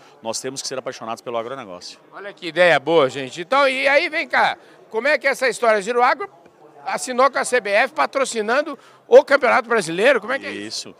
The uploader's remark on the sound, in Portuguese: Prosa gravada durante o ENCA 23, o celebrado Encontro Nacional das Cooperativas Agropecuárias, que está acontecendo aqui em Campinas.